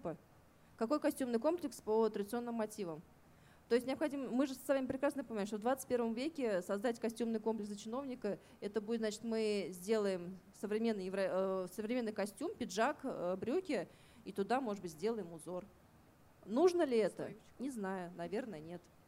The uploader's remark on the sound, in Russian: Чуть больше месяца назад наш подкаст пригласили на фестиваль национальной одежды «Миллие кием». На открытой записи мы поговорили.